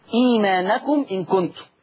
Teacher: قرأ ورش بصلة ميم الجمع في لفظ إيمانكم إن كنتم